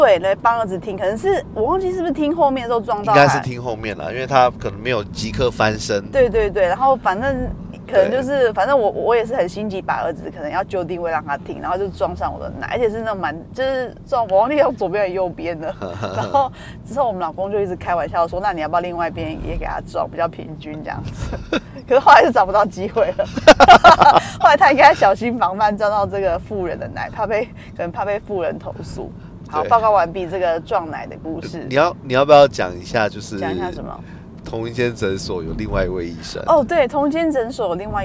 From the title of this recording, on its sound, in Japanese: ドライブトーク！(開車聊天)